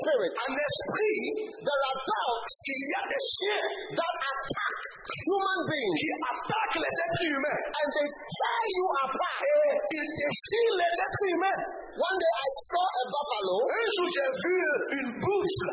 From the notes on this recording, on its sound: Preached at the Healing Jesus Crusade June 2023, Libreville-Gabon.